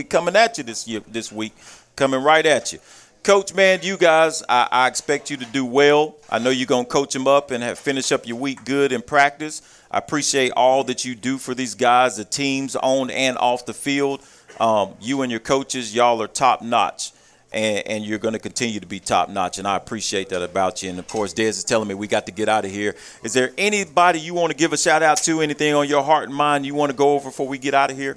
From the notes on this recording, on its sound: Live from Monte De Rei Mexican Restaurant every Tues night 730pm in season.